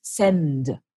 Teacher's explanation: the letter n represents, is a sound that is pronounced with your tongue against your teeth